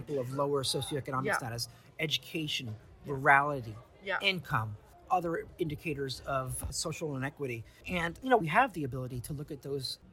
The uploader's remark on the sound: at the US E-cigarette Summit in Washington DC